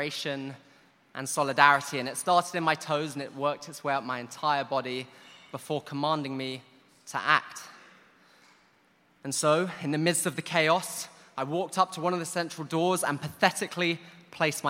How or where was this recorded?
live audience